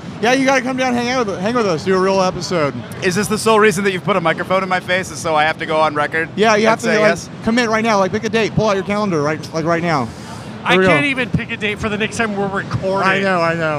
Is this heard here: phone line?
no